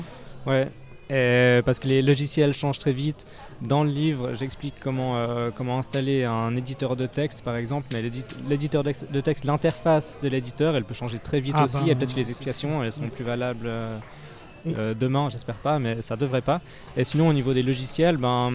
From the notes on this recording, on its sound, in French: Émission en plein air (!) et en public depuis l'Îlot13 à Genève le 15.12.2018